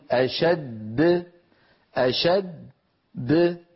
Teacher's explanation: فبقولنا أشد خرجت الدال الساكنة المدغمة، وبقولنا د خرجت الدال التي كانت في الوصل متحركة وسكنت للوقف.